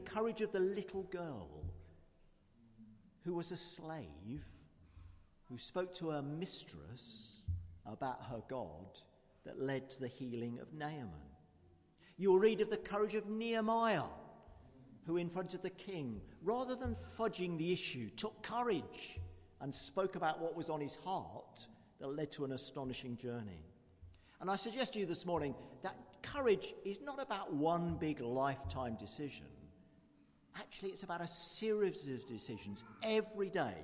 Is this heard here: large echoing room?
yes